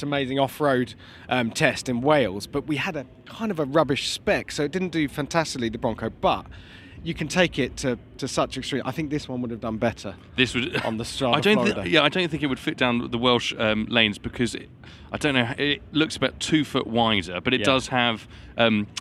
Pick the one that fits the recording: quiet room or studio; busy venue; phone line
busy venue